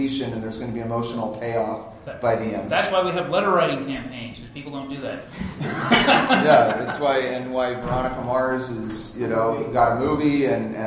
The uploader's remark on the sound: panel from Phoenix ComiCon 2014